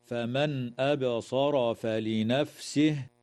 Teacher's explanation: إظهار حلقي للنون الساكنة عند الهمزة في قوله تعالى: فمن أبصر، وتقلقل الباء في كلمة أبصر، ويجوز